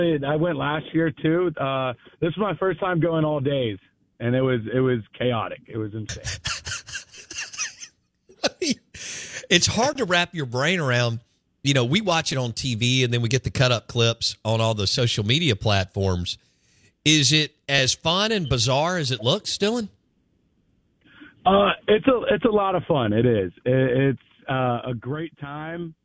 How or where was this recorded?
phone line